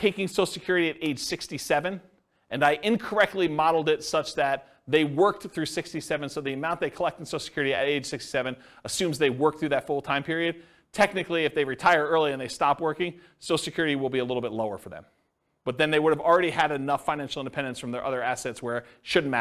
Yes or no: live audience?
yes